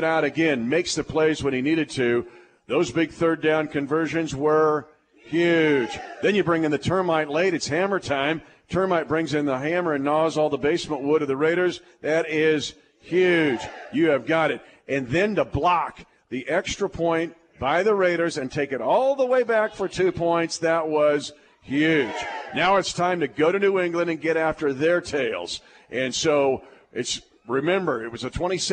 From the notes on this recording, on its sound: LIVE from Hy-Vee